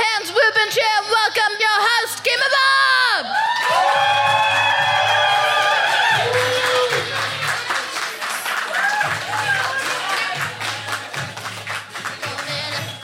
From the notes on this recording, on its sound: Recorded 26 June 2022 at 21Soho in London.